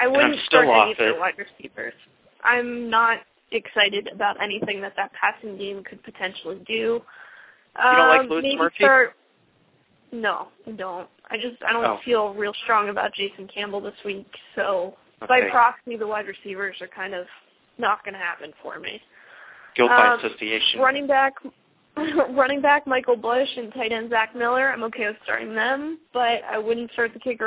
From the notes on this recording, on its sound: fan interaction via phone